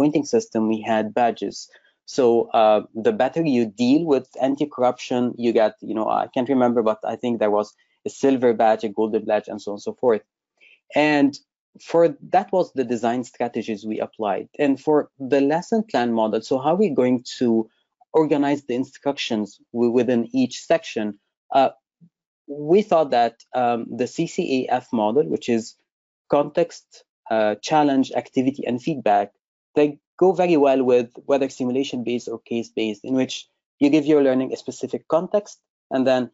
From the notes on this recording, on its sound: Webinar recording.